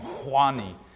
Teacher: they have this really guttural sound that they make for the H sound